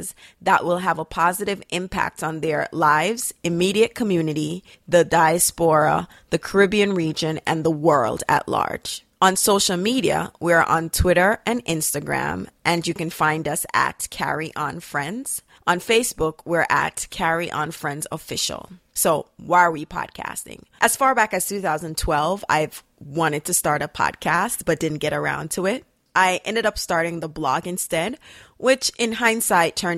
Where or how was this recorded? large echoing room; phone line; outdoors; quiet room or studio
quiet room or studio